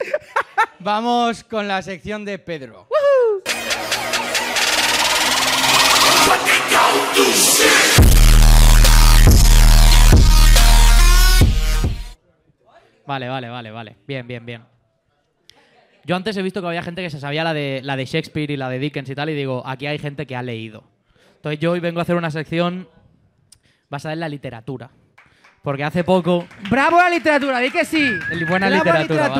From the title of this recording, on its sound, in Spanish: LIVE en THE 1916 IRISH PUB